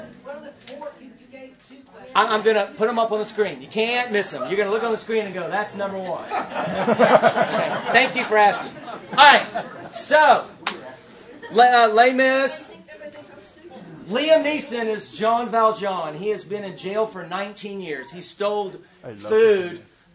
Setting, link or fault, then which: setting, live audience